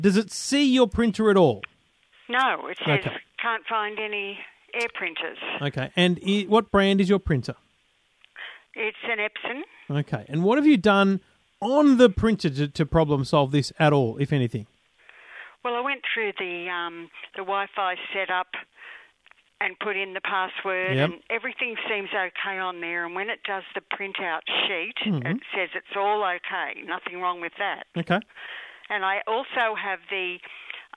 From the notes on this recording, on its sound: Your calls on Technology.